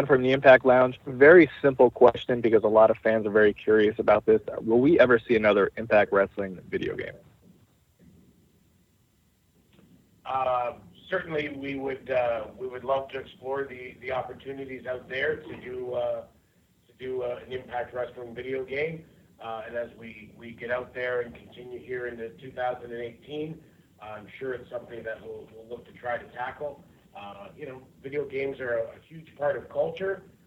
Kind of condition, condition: link, phone line